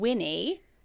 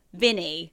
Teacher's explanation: And then he's like, Vinny, because he does a V instead of a W · Shown in: second take